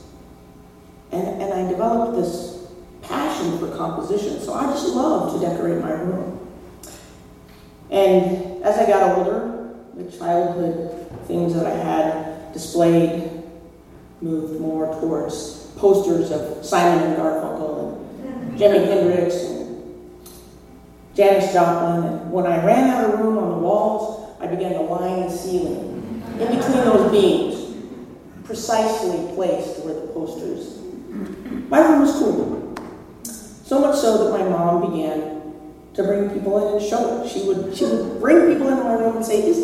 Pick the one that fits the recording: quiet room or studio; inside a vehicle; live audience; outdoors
live audience